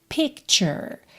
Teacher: Picture também é uma palavra muito interessante, que ela tem o um arzinho já no P, P, P. O C você não ouve, você tem uma pausa glótica aqui